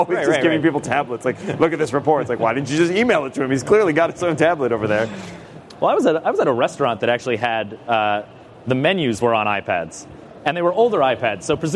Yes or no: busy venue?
yes